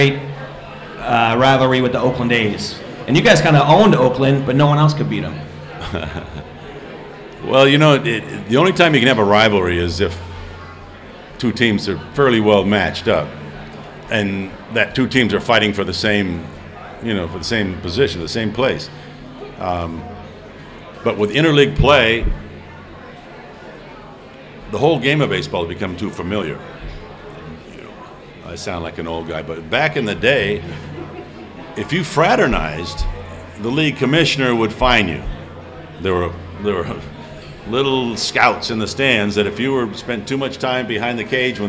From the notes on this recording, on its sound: live at the ChiSox Bar and Grille